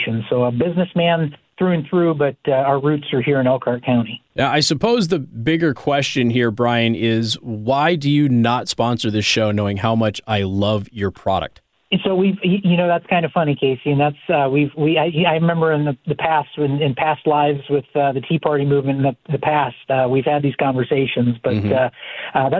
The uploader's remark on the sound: Called in today during my last call for candidates and voters.